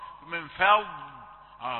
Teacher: ضاد مفخمة قوية مستطيلة، ثم تأتي اللام الرقيقة مكسورة